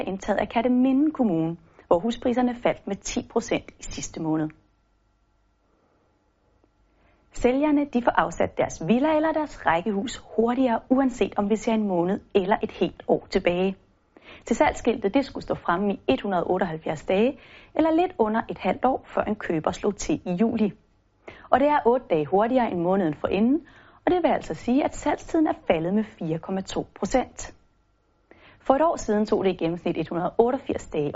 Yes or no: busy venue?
no